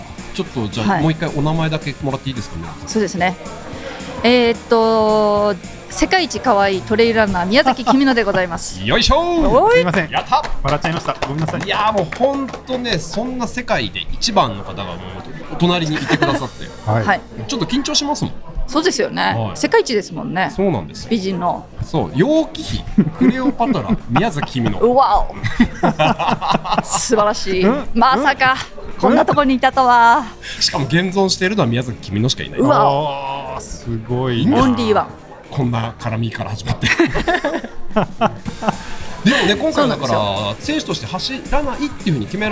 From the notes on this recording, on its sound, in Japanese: LAKE BIWA 100。大会受付会場での収録のため背景音が大きくなっています。